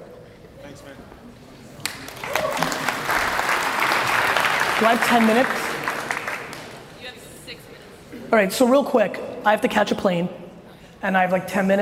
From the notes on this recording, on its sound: Complete fire coming out of this keynote at Tampa Startup Week.